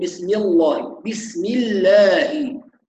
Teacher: لام اسم الجلالة إذا سبقت بكسر فإنها تكون مرققة